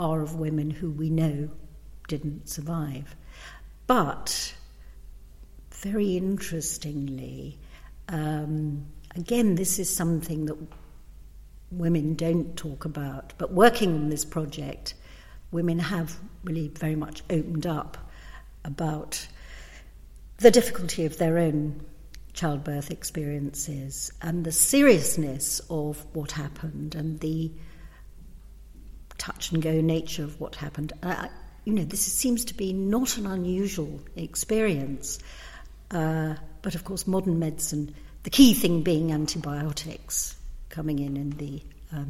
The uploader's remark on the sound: We visit the Whitechapel Gallery in London